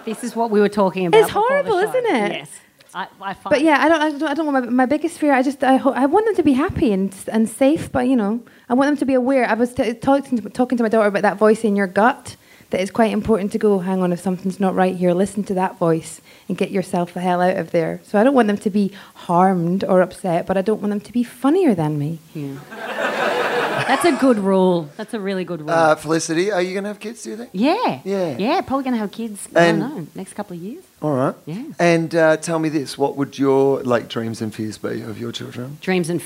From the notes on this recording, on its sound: Recorded live at the Soho Theatre in London.